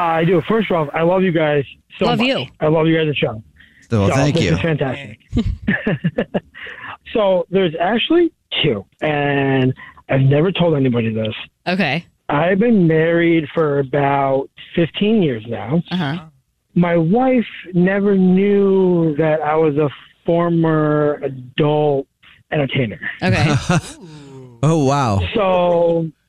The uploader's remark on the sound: Give the caller an anonymous nickname so no one knows who they are. The guy on the phone.